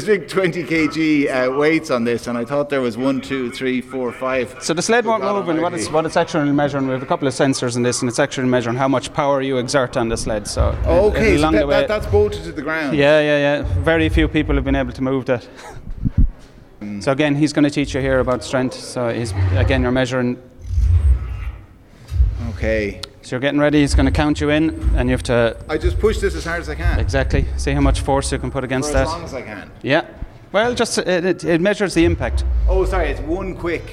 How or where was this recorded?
busy venue